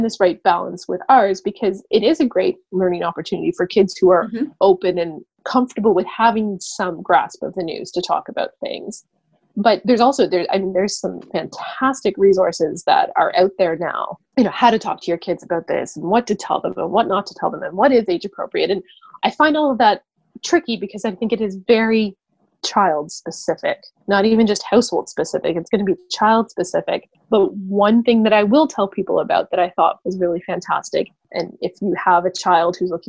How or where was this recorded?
video call